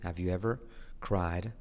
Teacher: La H casi no se dice